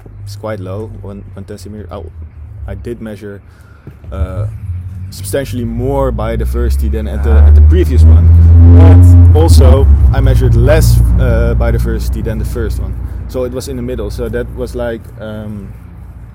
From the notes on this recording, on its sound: we did this outside, so you might hear cars passing